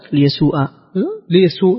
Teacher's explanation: يقرونها بالياء وفتح الهمزة دون واو بعدها